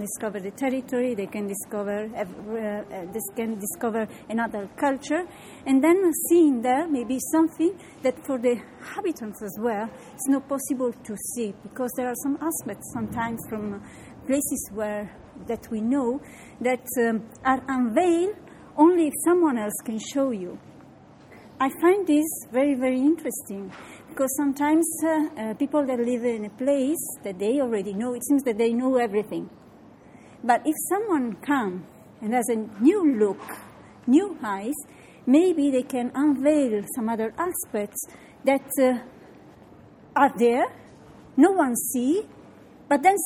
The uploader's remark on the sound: The medieval heart of Vic, in Catalunya; its narrow streets are not very conducive to recording an interview as sounds reverberate off the stone facades. As they weave through the bustling streets in search of ambient calm, their much interrupted conversation.